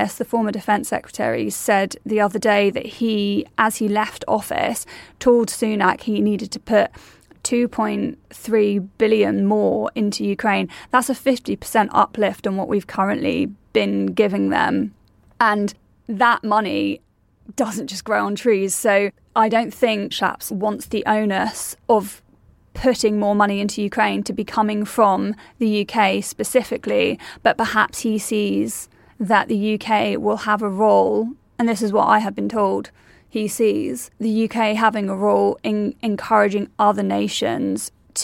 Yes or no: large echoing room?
no